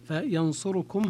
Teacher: هي قراءة دوري أبي عمرو التي هي الاختلاس الاتيان بثلثي حركة الضمة التي على الراء